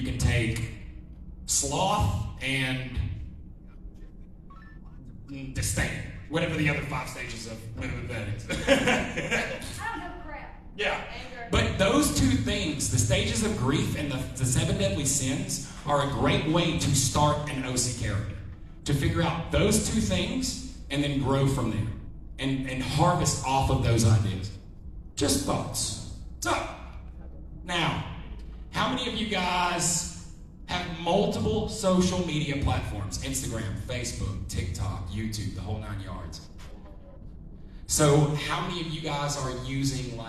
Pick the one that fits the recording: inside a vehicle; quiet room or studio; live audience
live audience